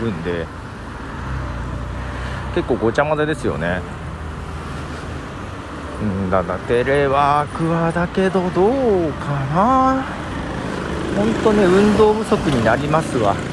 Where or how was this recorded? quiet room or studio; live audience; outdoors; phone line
outdoors